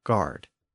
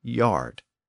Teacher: The G shifted to a Y and it became yard. · Term: sound shift